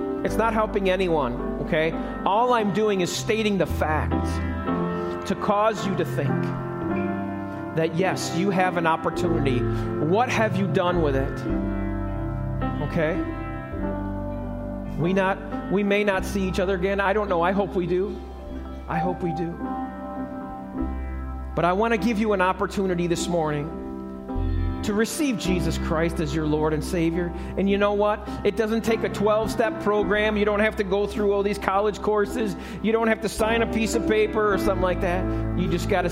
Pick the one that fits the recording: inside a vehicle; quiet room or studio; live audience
live audience